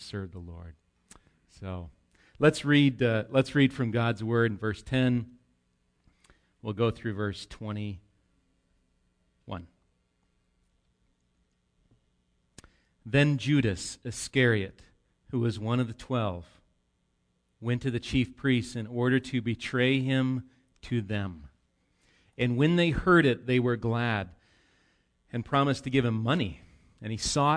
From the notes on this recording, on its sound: Recorded live at Bethany Bible Church on 8/19/18